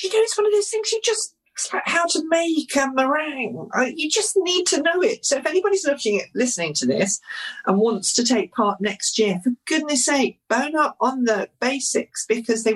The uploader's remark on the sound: As we recorded this podcast remotely via Zoom.